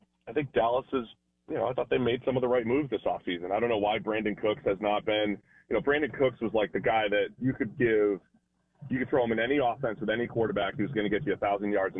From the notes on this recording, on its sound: Joins the show on the Farm Bureau guest line talking everything NFL live in the BankPlus Studio.